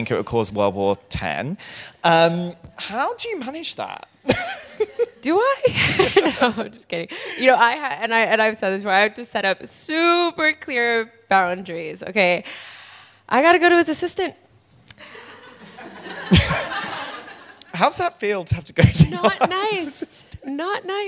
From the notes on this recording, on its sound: Live recording. This live episode we recorded at Selfridges. It was AMAZING to be surrounded by so many people in the REIGN family to record an episode.